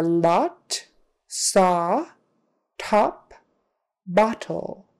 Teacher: Or the dentist tells you, open your mouth and say, ah. So your mouth comes open, it's tall, which has an ah sound. · Term: short O